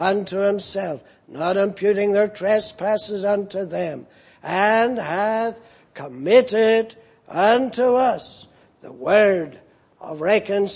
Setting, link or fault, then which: setting, large echoing room